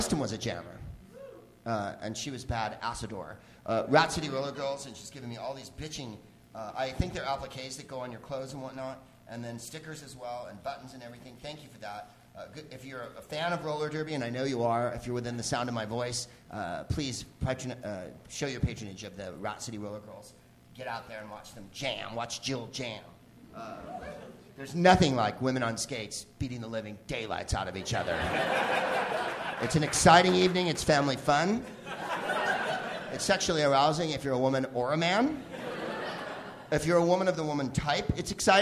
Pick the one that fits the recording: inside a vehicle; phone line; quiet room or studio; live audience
live audience